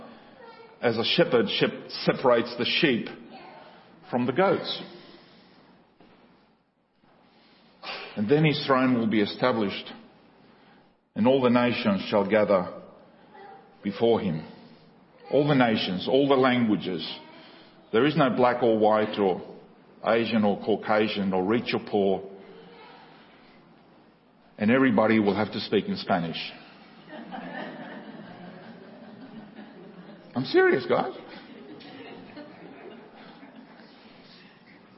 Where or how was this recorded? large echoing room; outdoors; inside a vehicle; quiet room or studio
large echoing room